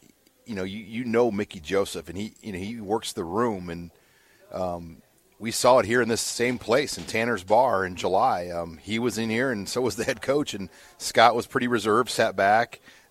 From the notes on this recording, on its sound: Live from Tanner's